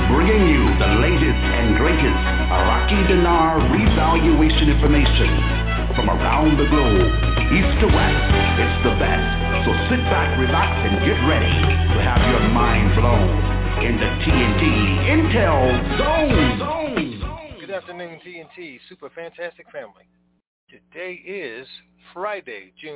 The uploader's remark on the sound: TNTSuperfantastic Conference Call